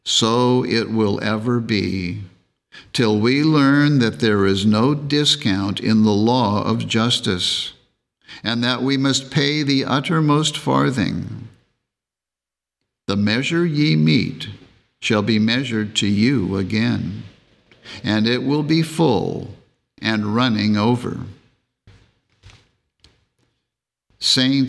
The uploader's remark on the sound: The Sunday service audio